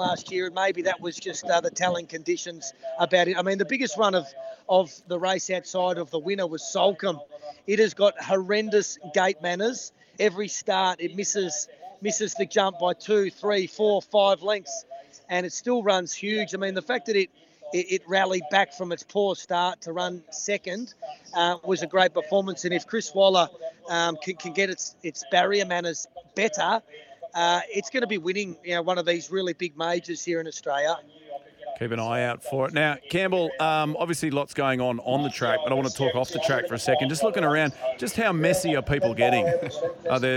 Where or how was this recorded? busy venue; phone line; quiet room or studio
busy venue